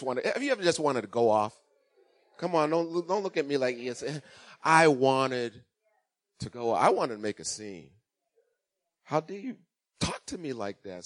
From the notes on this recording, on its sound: Recorded on 2016-03-06 at 08:30am Service